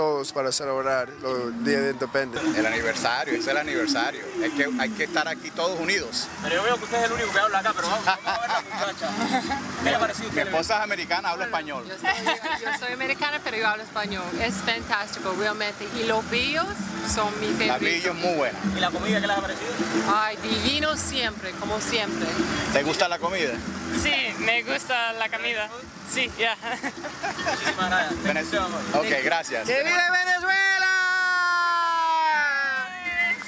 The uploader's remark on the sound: ON THE STREET. FESTIVIDAD DE LA INDEPENDENCIA DE VENEZUELA 2013.